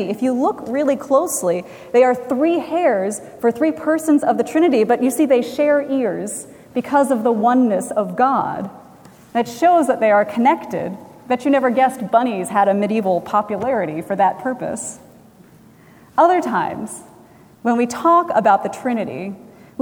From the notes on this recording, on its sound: Recorded June 11, 2017 at Trinity Presbyterian Church in Bixby, Oklahoma